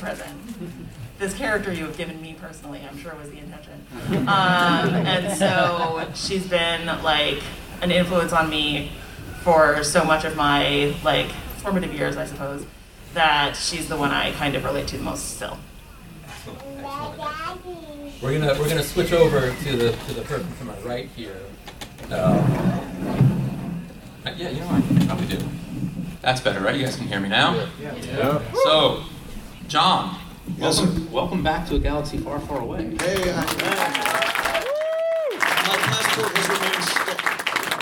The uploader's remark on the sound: Canon Fodder at New York Comic Con 2023. Onto the stage in Room 1B02.